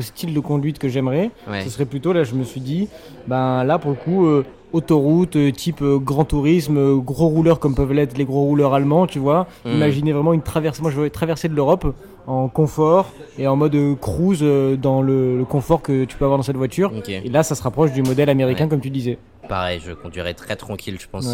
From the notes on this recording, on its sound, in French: Toujours enregistré chez Deep Coffee Roasters à Marseille. Autour de quatre espressos, de pâtisseries, d’un jus de fruits et d’un latte glacé.